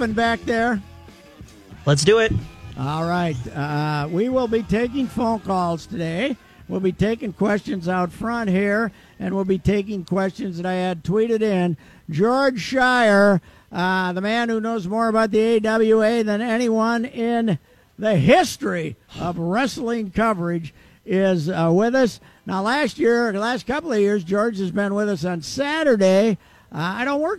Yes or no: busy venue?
yes